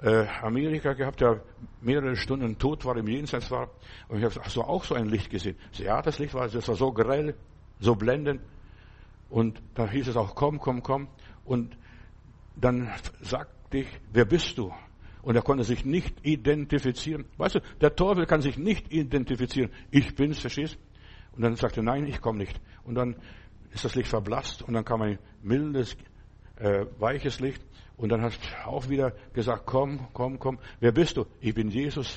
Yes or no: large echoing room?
yes